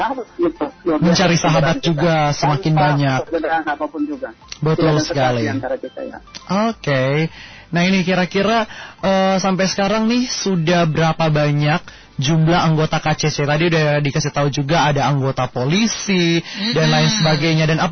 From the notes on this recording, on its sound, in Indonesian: SAHABAT ON THE PHONE. Kupang Cycling Club ( KCC).